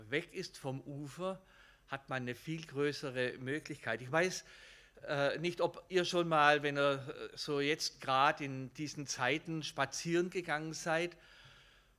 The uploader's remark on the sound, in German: Gottesdienst